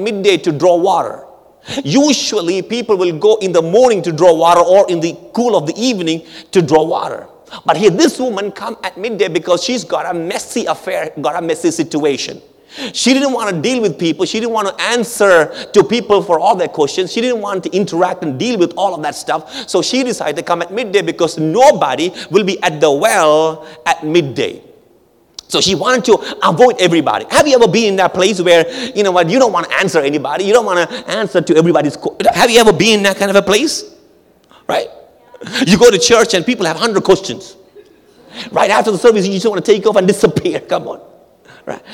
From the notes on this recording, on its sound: at our March 2023 Edmonton Gathering at Calvary Community Church